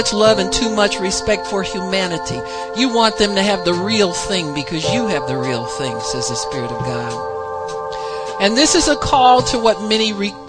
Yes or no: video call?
no